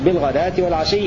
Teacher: وقرأ الباقون بالغداة والعشي بفتح الغين والدال وألف بعدها